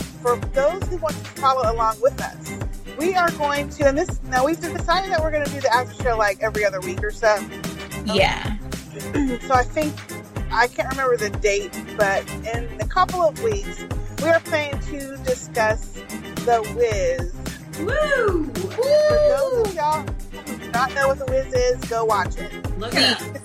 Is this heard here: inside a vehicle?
yes